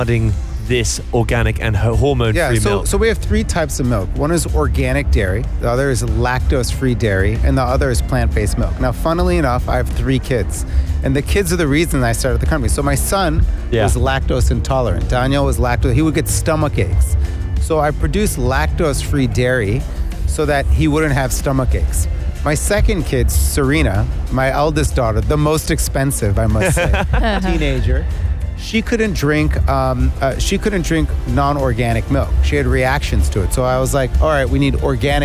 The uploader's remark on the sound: Live from SEF 2024